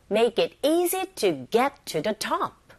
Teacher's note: 문법적으로 필요한 그런 단어들이기 때문에 우리가 내용을 전달함에 있어서는 정보가 없어요. 그래서 make easy, get top 여기에 강세를 줘서 발음하시면 됩니다. 그렇게 발음하다 보면 make it easy to get to the top 이렇게 되겠죠.